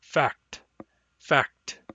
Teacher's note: We write it F-A-C-T, but we pronounce the C and T almost simultaneously. · Term: consonant cluster